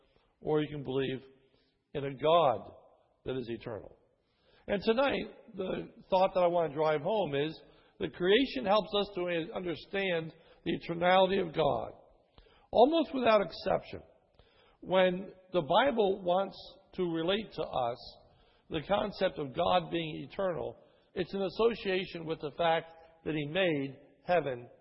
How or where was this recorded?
large echoing room